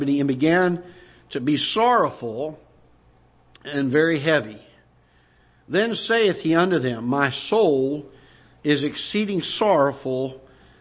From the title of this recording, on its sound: Ketha Heights Baptist Church ~ Live Broadcast